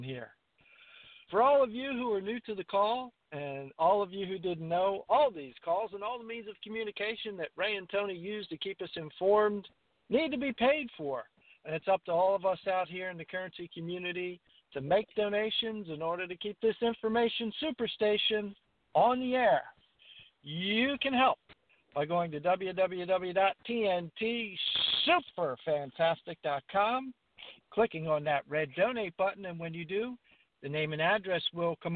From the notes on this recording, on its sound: TNTSuperfantastic Conference Call